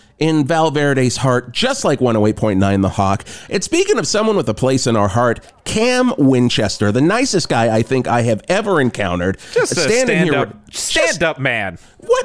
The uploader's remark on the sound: Live from Val Mart!